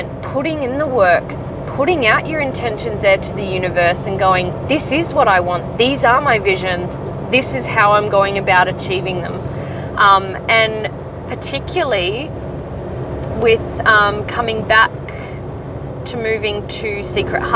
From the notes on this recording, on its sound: Her first recording, completely raw and she talks to you on her drive home from work.